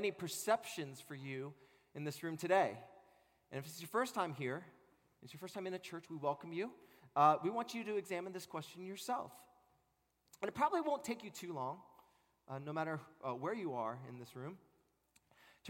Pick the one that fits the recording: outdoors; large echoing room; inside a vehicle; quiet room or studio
large echoing room